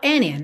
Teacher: Você pode pronunciar o D and in, mas é muito comum que esse D seja omitido e aí soa and in, ok?